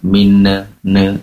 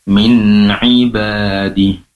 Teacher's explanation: Ditahan dulu, durasi penempelan ujung lidah bagian bawah ke langit-langit, yaitu makhrajnya tempat keluarnya nun, ditambah lama durasinya · Shown in: second take